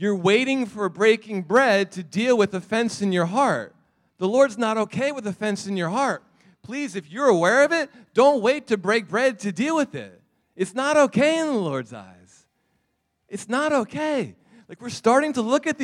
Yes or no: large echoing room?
yes